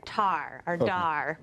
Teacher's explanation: An example of this would be like cluster reduction. So for a word that has two consonants together, like star, that S and T, they'll omit one of them. So instead of saying that, they'll hear tar or dar for the word.